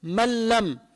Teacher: فالنون بتروح، اللام بتصير مشددة، كما لو عم تكتب من لم مع بعض · Term: إدغام بلا غنة